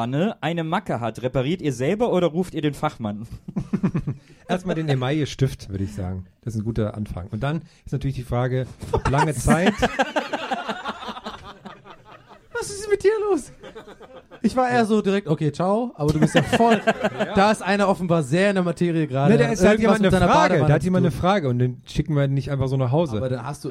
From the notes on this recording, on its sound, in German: Eine Live-Ausgabe